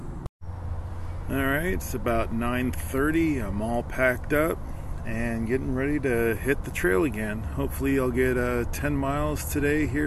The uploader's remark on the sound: My uncut recordings while on the Appalachian Trail.